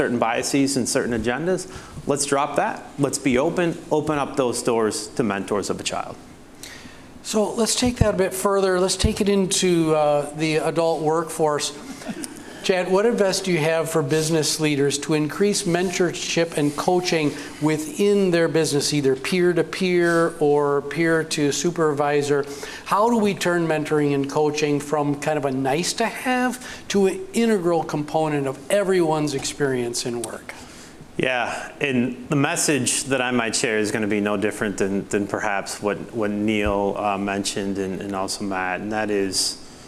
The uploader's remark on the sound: This is the third and final installment from The Balancing Act Podcast - LIVE, which was recorded on November 15, 2023, at The Main in downtown La Crosse, Wisconsin.